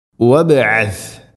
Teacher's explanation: ബാഇനെ ഖലഖല ചെയ്യണം, ശരിക്കും കേൾക്കണം